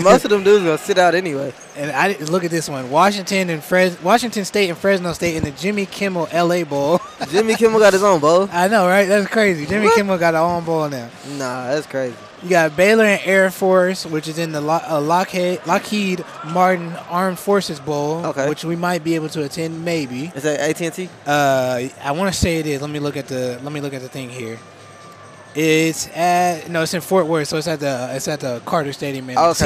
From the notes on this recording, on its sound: Live From American Airlines. Live from the American Airlines Center.